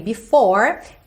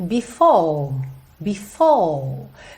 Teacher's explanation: Percebe que ele sustenta, ele alonga essa última vogal, que no caso aqui é o O, e ela vai fechando um pouquinho · Shown in: second take